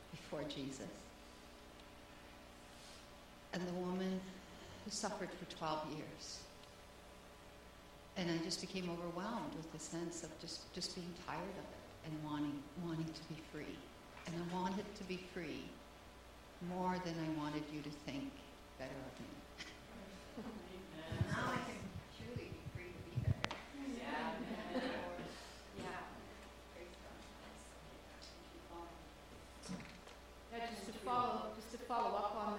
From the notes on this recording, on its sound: This is the recording from the live training session of Gentle Care Prayer Ministry Basic Foundations Training, held on May 28, 2016, at Centre of Hope Victory Church in Kincardine, Ontario. This is the recording from the live training session of Gentle Care Prayer Ministry Basic Foundations Training. At Centre of Hope Victory Church in Kincardine, Ontario. This is the testimony of the recipient immediately following ministry, and the words of encouragement given by others present.